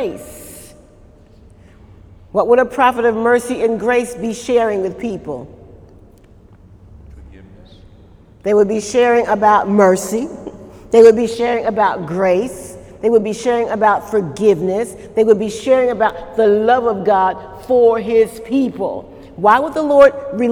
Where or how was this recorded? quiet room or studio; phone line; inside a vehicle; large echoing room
large echoing room